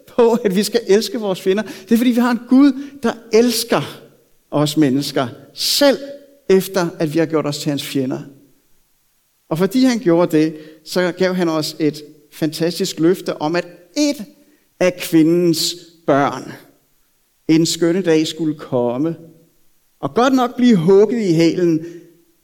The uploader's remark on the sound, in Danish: prædiken er optaget fra Københavnerkirken